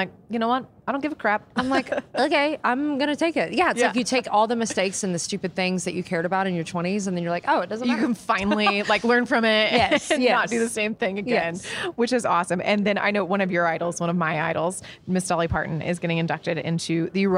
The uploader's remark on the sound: backstage at Audacy's Leading Ladies Live